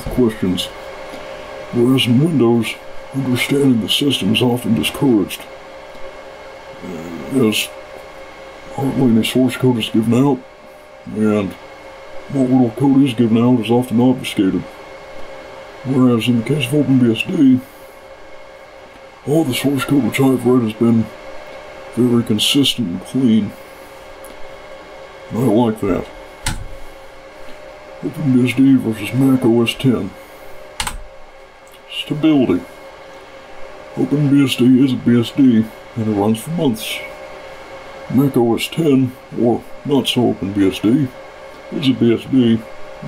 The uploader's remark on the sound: The audio quality of this video is a bit doody; the audio was recorded in a server room, and server rooms are typically reasonably loud.